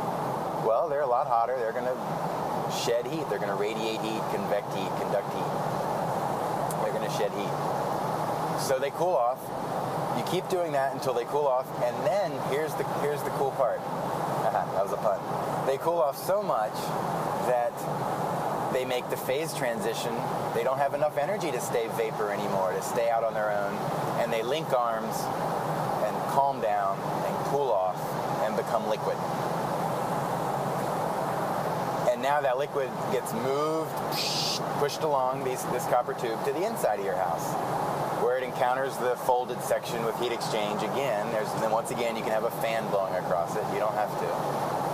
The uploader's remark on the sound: The episode takes place in a van. Prepare yourself for the soothing background hum of the open road. Records his thoughts with a mobile microphone.